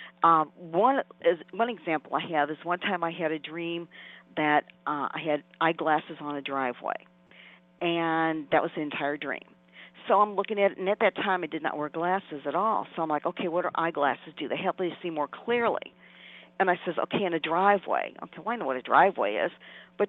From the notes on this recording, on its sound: In the second half of the show, we'll also open the phone lines